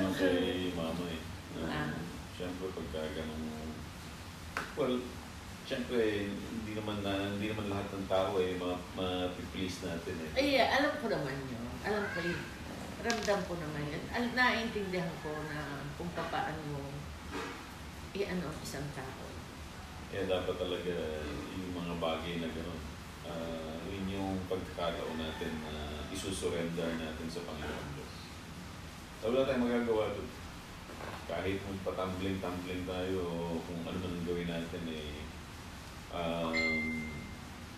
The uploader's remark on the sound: I apologize in advance if the audio is bad